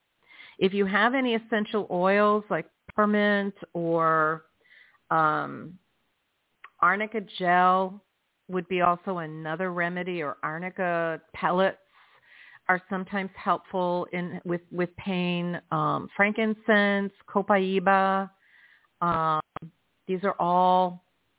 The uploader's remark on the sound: in response to callers' questions.